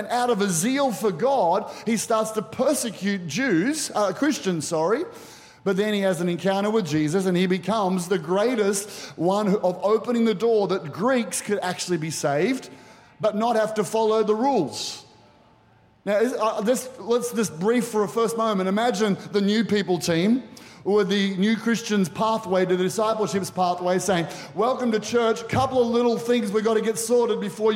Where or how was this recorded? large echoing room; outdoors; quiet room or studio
large echoing room